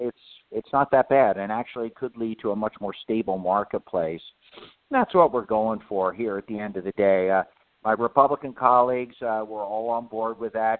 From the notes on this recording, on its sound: a conference call